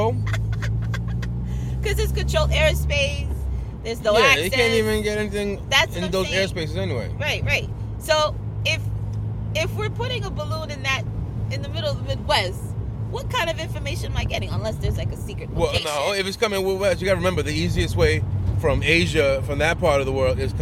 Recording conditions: inside a vehicle